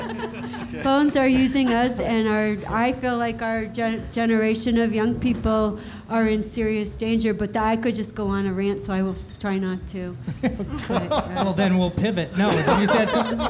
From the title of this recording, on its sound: LIVE from the Utah Arts Festival